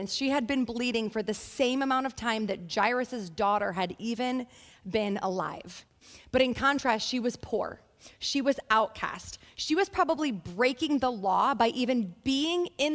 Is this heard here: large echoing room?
yes